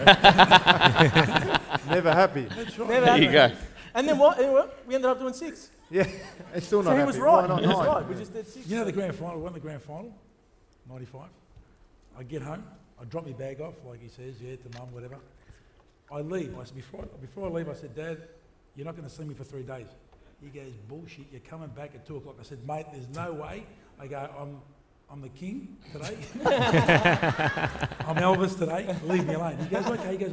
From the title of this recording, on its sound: Live From Crown Casino